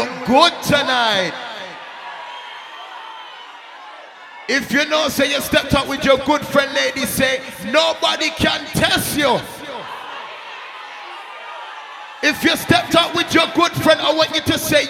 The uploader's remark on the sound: Live Audio: The Jubilee Day Party